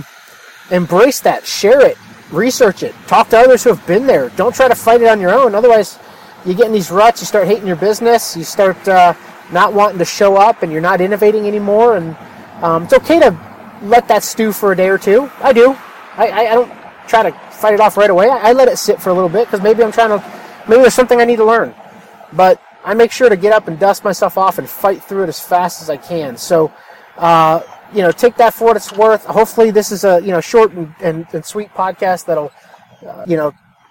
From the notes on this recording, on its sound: A short podcast I recorded while driving home from a mastermind meeting. I was stuck in traffic and decided to record while the topic was fresh on my mind. The audio might not be great but it is raw and right from the heart.